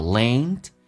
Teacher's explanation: Lend 的 D 可以不发音，叫 lend.